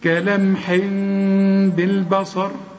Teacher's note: يبقى بعد لما تقلب التنوين لميم، اخفي الميم وغنها. يبقى أنا برضو مش هقفل شفايفي علشان ما تطلعش ميم كاملة، هقول كلمح بالبصر. · Term: إقلاب